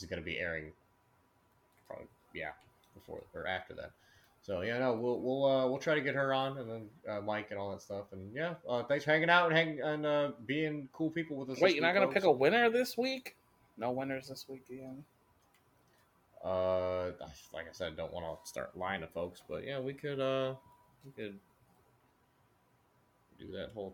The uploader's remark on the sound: the microphone issue is still there